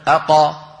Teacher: أقصى اللسان مع الحنك اللحمي · Term: القلقلة